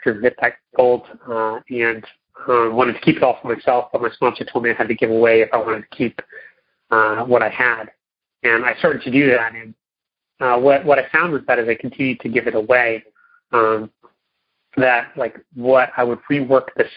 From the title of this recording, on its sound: Monday Noon Phone Speakers Series